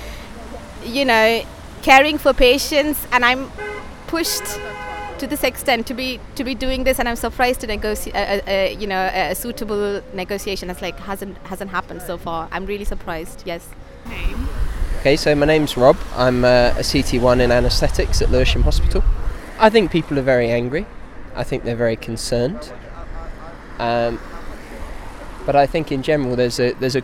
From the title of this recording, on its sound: from the picket line